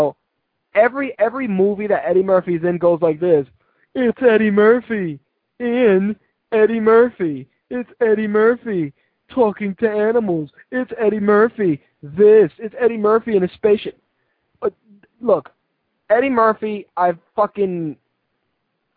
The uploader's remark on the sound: Call in guest